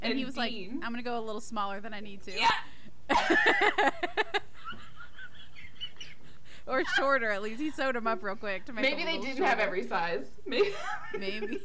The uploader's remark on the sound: The audio is just not that great in this episode and we’re sorry about that.